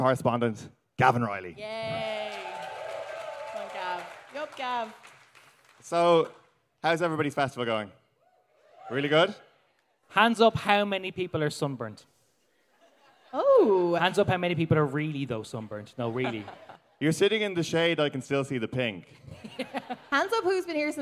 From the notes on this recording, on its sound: BONUS: Live at Electric Picnic. At Electric Picnic for a special live podcast!